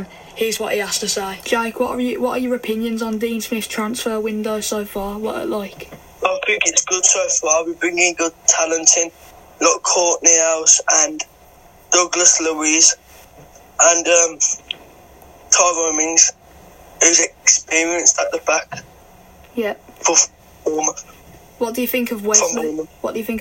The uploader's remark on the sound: Invites Villa fans onto the football phone-in.